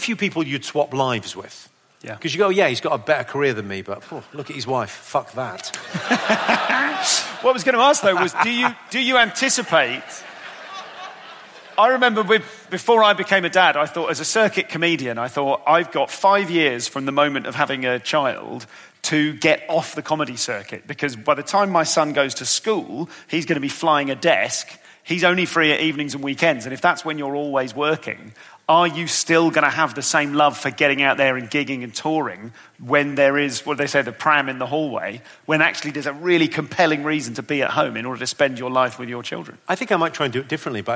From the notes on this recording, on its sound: This is a live performance in front of an audience. Live!